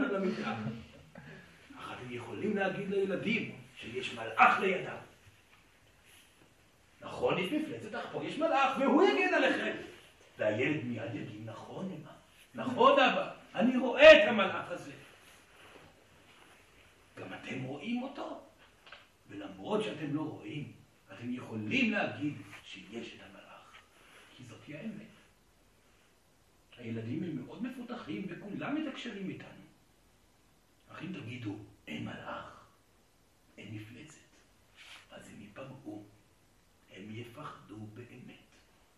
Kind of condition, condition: setting, live audience